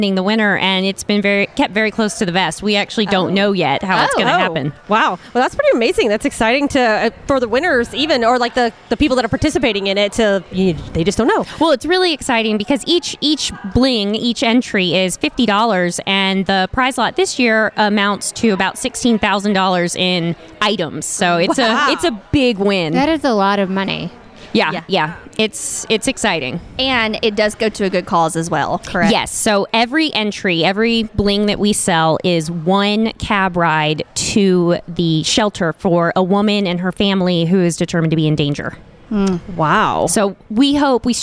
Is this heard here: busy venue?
yes